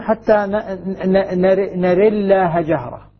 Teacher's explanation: لما أملت الفتحة أشبهت الكسرة، فلي في لفظ الجلالة وجهان، إما الترقيق وإما التفخيم. · Term: الإمالة